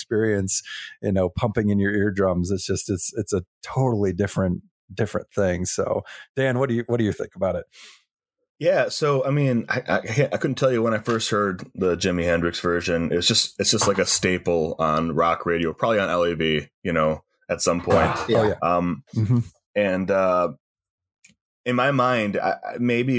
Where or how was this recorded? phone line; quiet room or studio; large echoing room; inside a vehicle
quiet room or studio